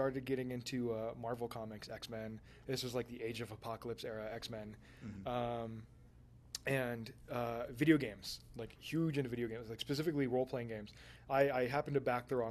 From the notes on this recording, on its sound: Record4ed in 2014 at Westercon, where I happened to be Fan Guest of Honor.